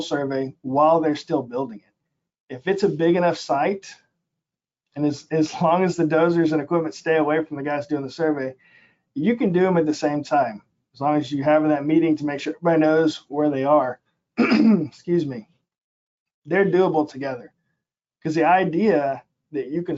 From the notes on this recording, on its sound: This is an audio version of the FGI webinar.